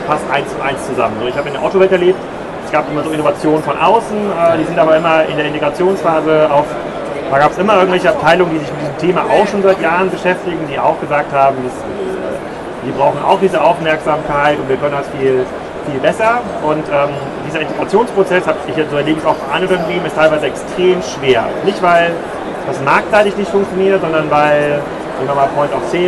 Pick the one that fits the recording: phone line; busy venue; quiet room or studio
busy venue